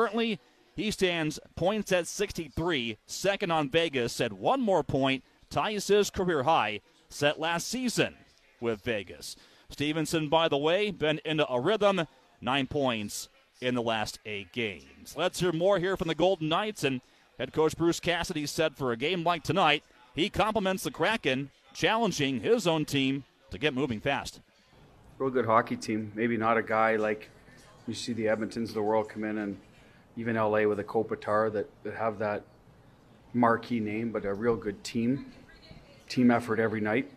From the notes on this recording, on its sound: Opening remarks from the booth. Anchors from 32 Bar and Grill.